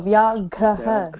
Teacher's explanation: Don't be afraid to put the stress on the gha. This is the second gha.